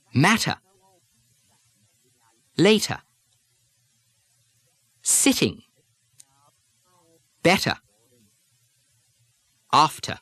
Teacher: the English don't change the medial T's to D's the way Americans do